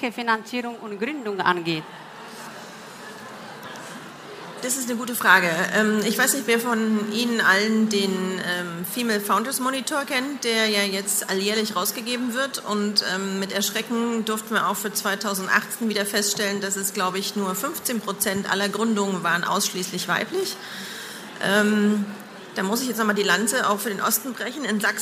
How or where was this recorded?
busy venue